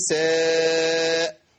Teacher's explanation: النون مشددة هنقف عليها شوية